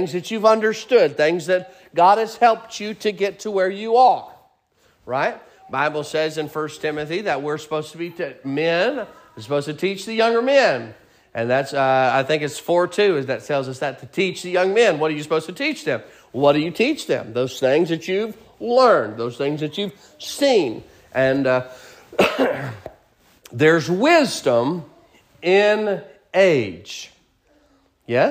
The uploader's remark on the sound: Sermon preached at Mid County Baptist Church